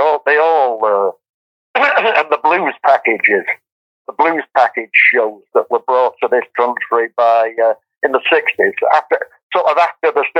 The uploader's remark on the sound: joined us over the phone